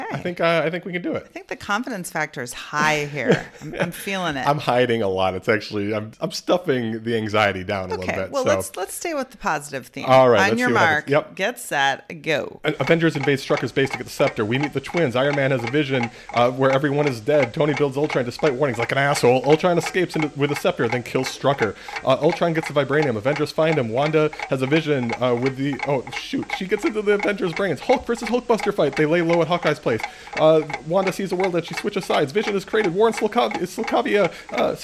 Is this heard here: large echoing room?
no